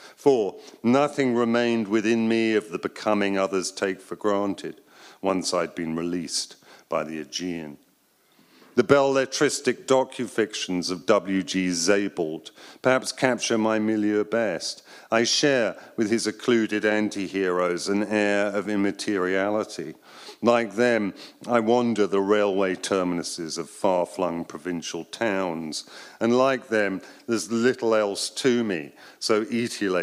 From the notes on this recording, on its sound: Live at Pin Drop at the Royal Academy of Arts. Live at Royal Academy of Arts.